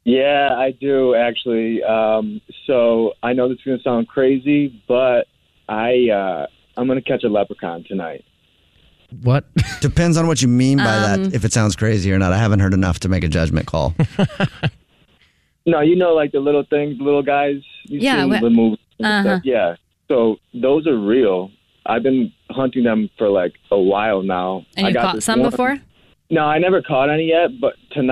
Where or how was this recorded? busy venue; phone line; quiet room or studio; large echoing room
phone line